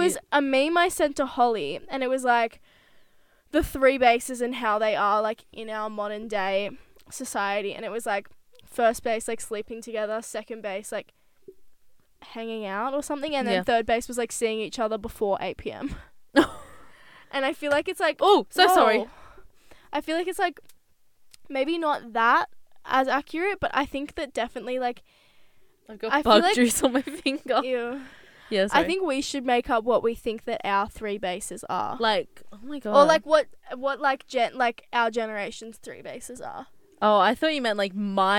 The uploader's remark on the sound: Taking you on a ride in the CAR this week. This little road trip.